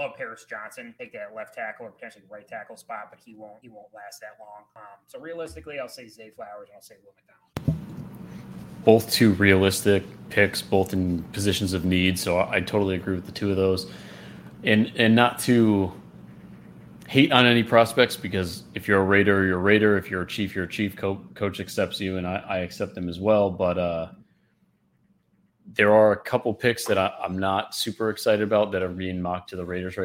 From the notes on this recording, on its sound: The Raiding the Kingdom crew is live at the 2023 NFL Draft! We give you all the rumors, speculation, and energy surrounding the draft live in Kansas City.